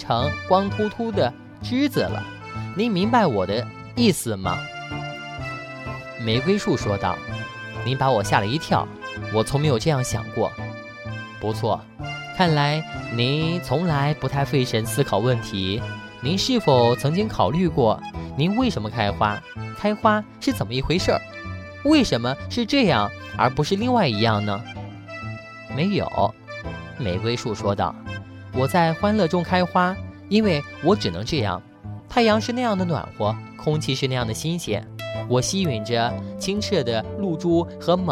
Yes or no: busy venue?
no